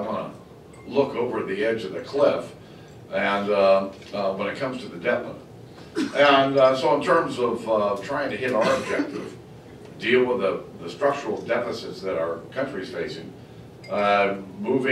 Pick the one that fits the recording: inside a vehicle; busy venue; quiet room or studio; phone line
busy venue